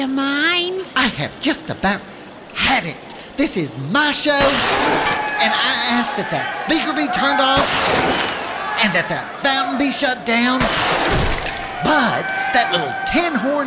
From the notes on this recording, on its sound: Live from center court at one of the worst shopping malls in the deep, deep, deep South. Fights off irate security guards, a water feature no one seems able to turn off, the blender at Orange Julius.